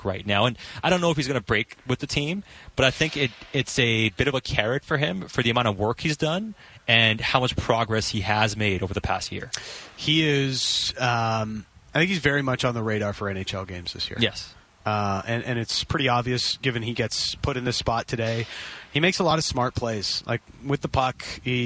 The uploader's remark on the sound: live from Canucks training camp in Victoria